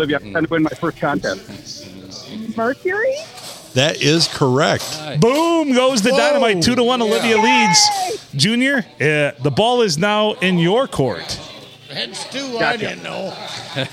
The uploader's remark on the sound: Recorded at the Blue Water Sports Bar and Grill in the lovely town of Port Sanilac.